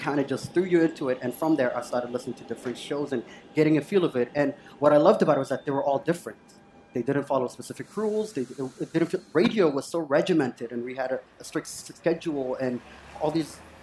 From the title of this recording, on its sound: Live From #TodayAtApple